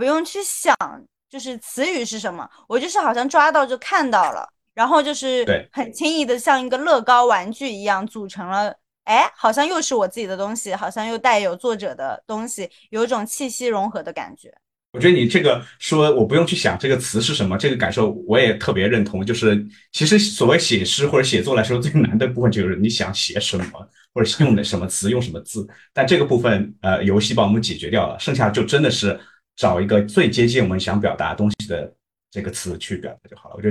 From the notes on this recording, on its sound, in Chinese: 因各位嘉宾分散各个城市，此次音频采用腾讯会议录制而来。